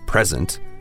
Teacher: if we stress the first syllable, as in present, it's either a noun, like a gift